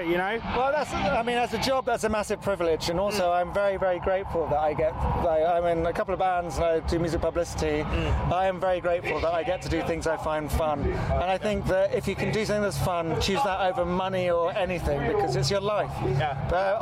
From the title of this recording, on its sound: Live from 2000 Trees